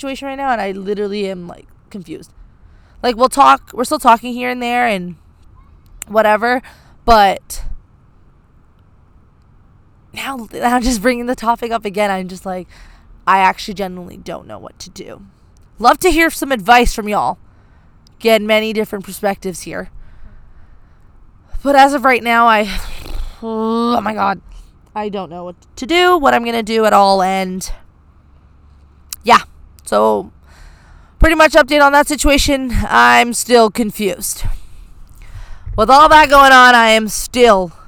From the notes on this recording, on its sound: As she records this weeks episode outdoors in a park. Sorry for the wind and airplane noise.